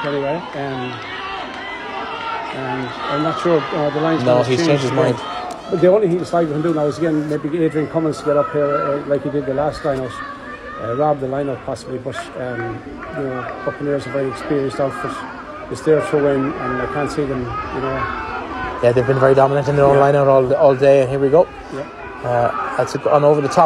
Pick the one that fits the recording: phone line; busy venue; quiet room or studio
busy venue